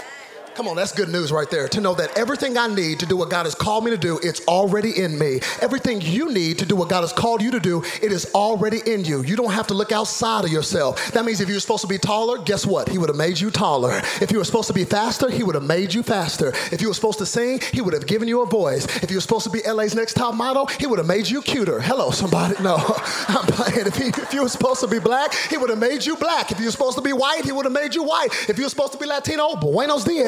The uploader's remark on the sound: Zoe Church LA. Live from El Rey Theater.